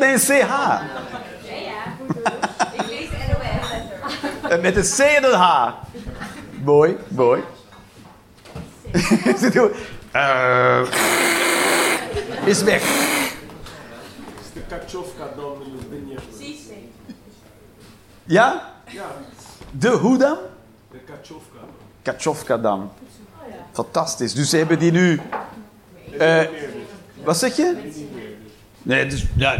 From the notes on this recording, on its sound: Live 11 Juni 2023, Toomler, Amsterdam